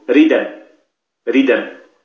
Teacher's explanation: فنقلت حركة الهمزة وهي الفتحة إلى الدال، فصارت الدال مفتوحة بدل أن كانت ساكنة، وحذفت الهمزة فصارت الكلمة ريدًا، ريدًا فأرسله معي ريدًا يصدقني، ريدًا يصدقني، لأن إدغام فيما في الياء، صارت الكلمة ريدًا، ريدا تعقد عليها ريدا وتصلها ريدًا يصدقني. · Term: النقل